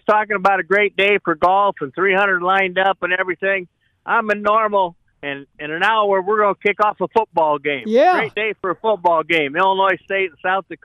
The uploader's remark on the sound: taking your phone calls and texts